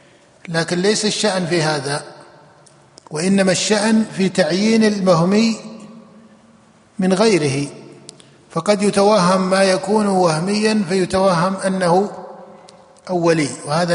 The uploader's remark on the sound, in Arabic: جامع عثمان بن عفان بالرياض